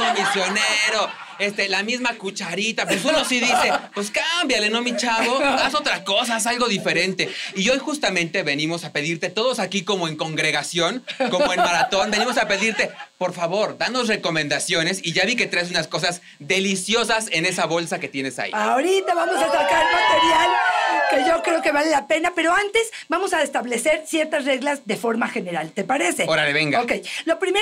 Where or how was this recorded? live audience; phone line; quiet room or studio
live audience